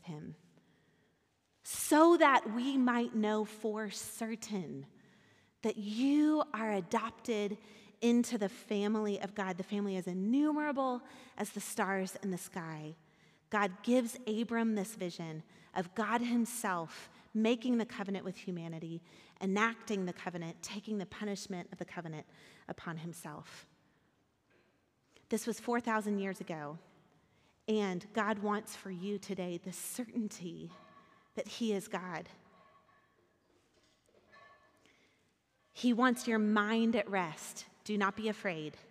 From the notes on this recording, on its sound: Recorded at our Sunday gathering on January 23, 2023 in Port Orchard WA